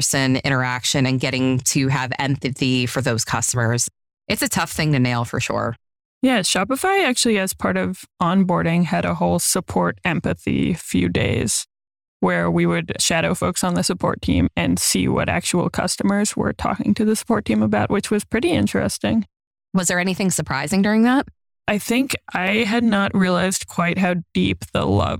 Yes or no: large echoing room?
no